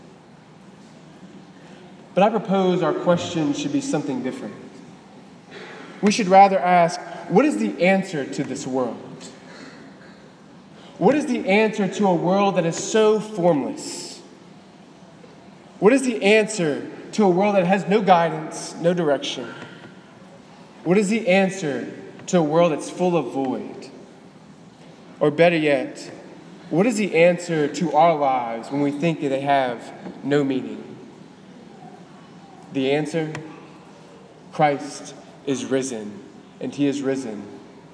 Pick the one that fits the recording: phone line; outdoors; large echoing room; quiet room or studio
large echoing room